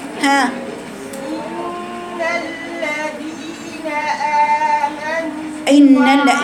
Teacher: يبقى انت مشكلتك ان انت ما بتعمقيش المد، عايم بتجيبيه يا دوب من فراغ الفم، ما عندكيش فراغ الحلق ابدا